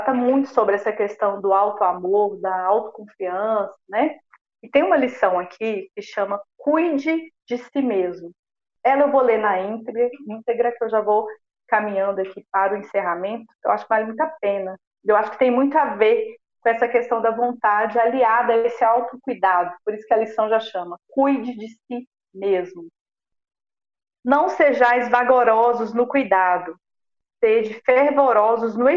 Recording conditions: poor sound quality